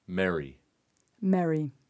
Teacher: most of the U.S., people pronounce the name Mary and will say Mary as in Merry Christmas the same way. However, if you're from New York, New Jersey, southeastern Pennsylvania, a little bit in Delaware, you're going to say Mary as in Mary Smith, or you're going to say Murray as in Murray Christmas.